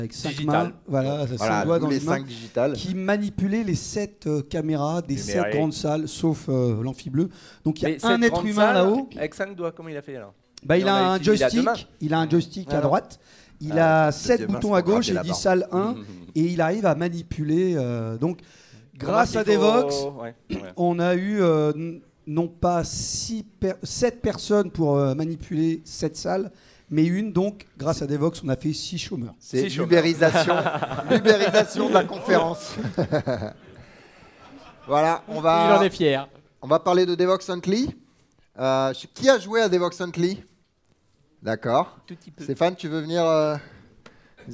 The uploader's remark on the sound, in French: L’enregistrement en direct des cast codeurs en clôture de Devoxx France